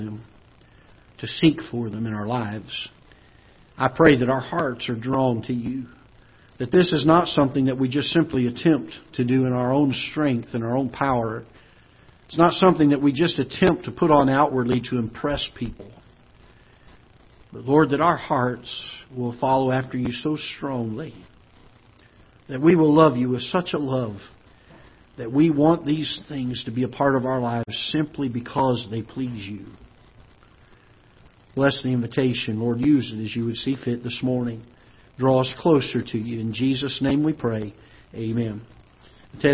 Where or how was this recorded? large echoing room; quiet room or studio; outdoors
large echoing room